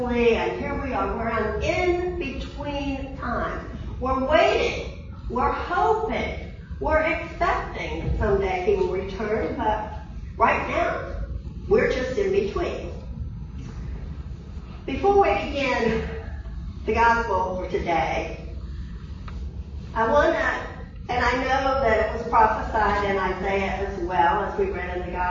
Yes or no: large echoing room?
yes